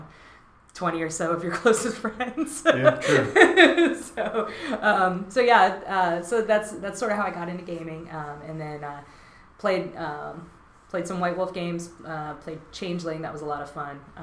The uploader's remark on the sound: I recently received some new equipment and software, and the sound quality is kind of echo-y.